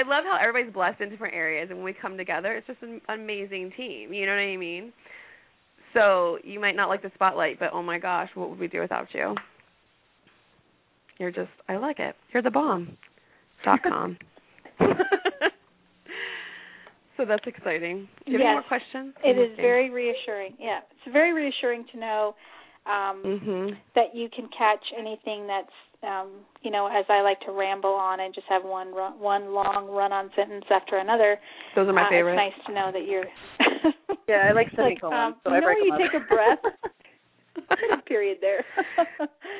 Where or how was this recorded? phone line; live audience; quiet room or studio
phone line